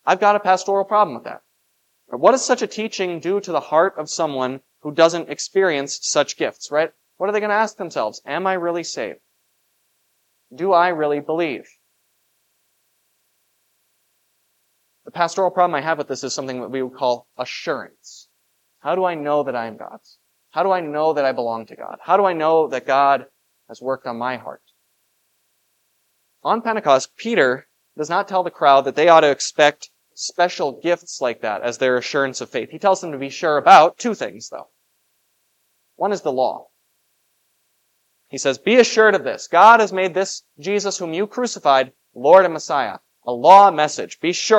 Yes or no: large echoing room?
yes